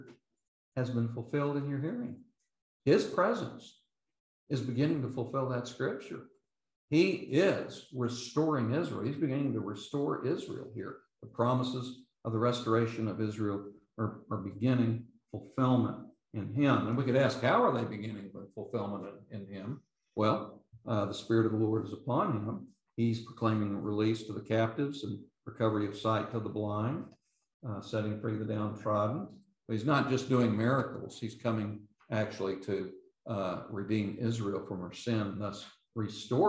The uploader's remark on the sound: London Seminary. These podcasts are the recordings of the lectures.